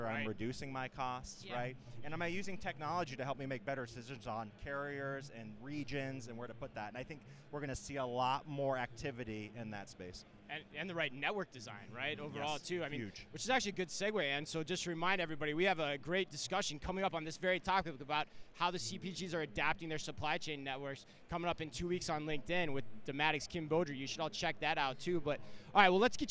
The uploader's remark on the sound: Live From Manifest 2024. Direct from the show floor.